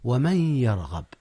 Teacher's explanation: أولا قال الله تعالى ومن يرغب، هنا جاء الإدغام يا أستاذنا، إدغام بغنة للنون في الياء